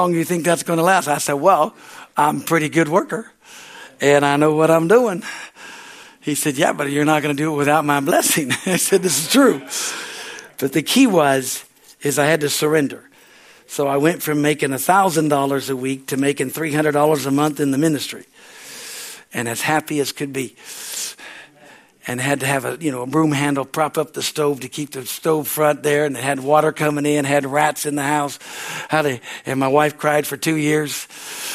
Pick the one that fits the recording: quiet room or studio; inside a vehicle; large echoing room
large echoing room